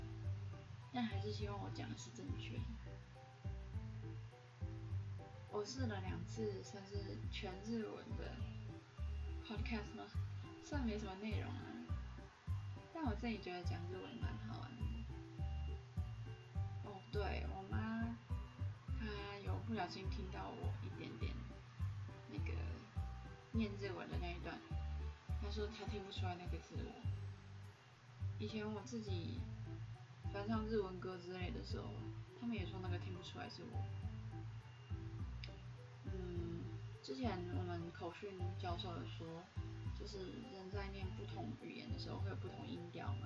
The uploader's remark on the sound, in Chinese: 音量注意。錄音品質已死 need麥克風。